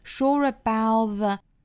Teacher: sure 和 about 连读加 r